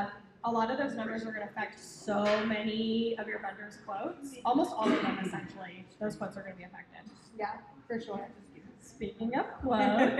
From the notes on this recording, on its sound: LIVE recording hosted at the Gardens in the Gorge annual open house.